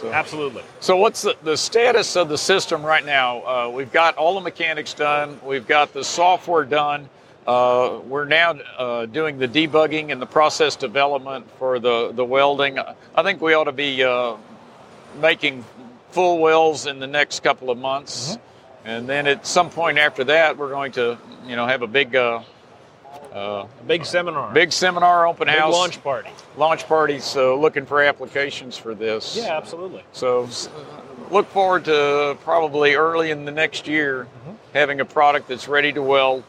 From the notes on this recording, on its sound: Show Floor Report. This episode of The Roboticist Chronicles is brought to you from the show floor of FABTECH 2021 in Chicago, Illinois.